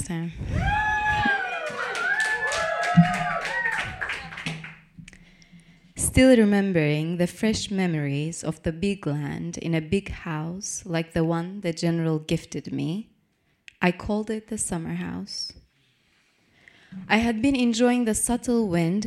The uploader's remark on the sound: Brooklyn Poets Yawp open mic